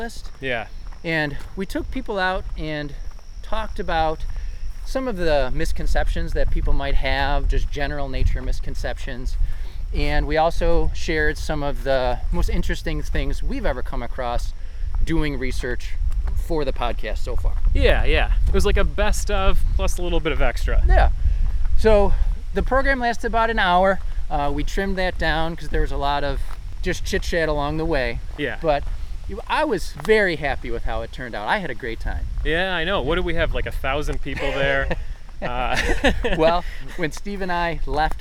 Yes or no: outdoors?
yes